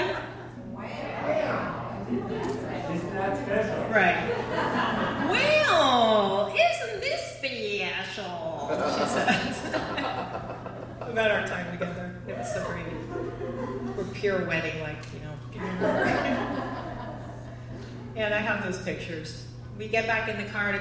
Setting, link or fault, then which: setting, live audience